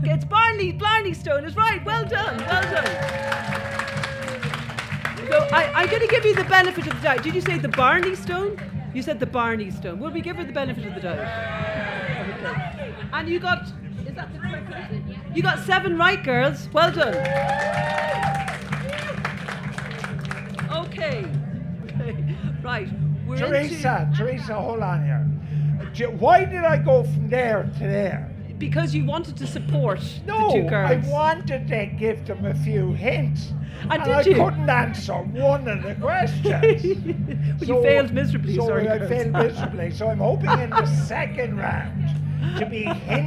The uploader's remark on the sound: Live from Electric Picnic